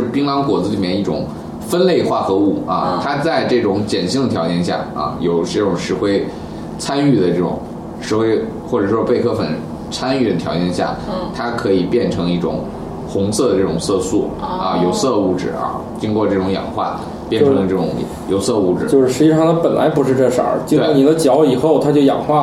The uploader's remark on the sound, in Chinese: 本期节目为在张大妈办公区用录音笔录制，可能有街道上的杂音，请见谅。